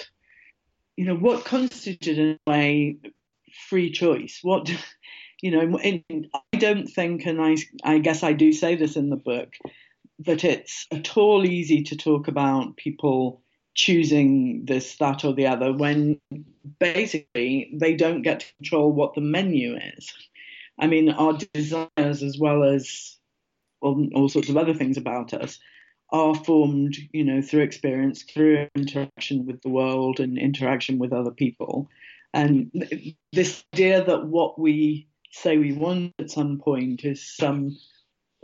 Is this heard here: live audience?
no